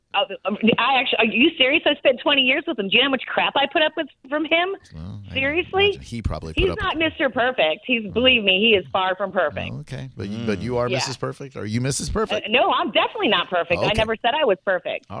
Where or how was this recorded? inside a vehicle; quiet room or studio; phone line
phone line